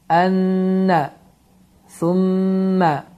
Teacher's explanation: əgər bu qunnə hərfləri şəddəli olaraq gələrsə, bu zaman iki hərəkə miqdarında uzadılır